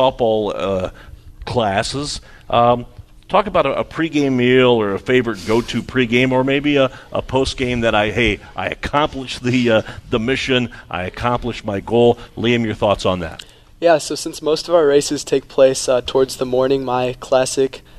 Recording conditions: busy venue